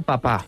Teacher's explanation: Hay un arrastre del sonido anterior al sonido que viene a continuación. En papá, esa segunda P lleva un poquito de la carga de cómo teníamos la boca en la A · Term: coarticulación